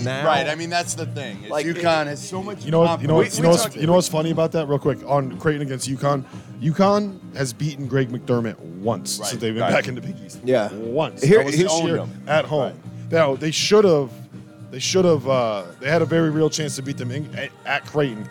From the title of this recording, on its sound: live from Stadium Swim in Las Vegas